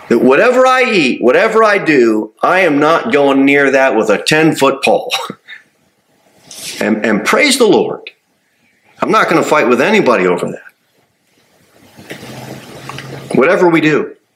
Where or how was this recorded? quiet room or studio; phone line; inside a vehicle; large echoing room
large echoing room